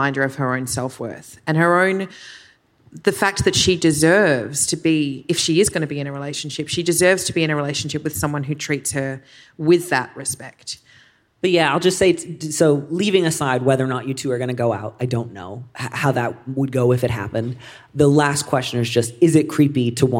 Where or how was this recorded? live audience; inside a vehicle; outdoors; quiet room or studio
live audience